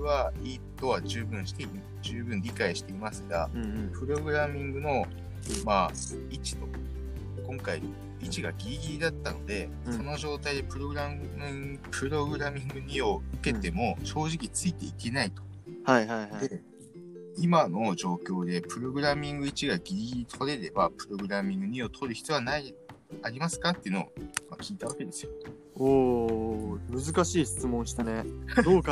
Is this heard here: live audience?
no